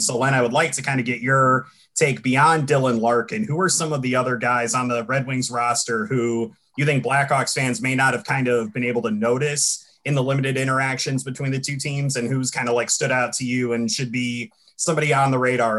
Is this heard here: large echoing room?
no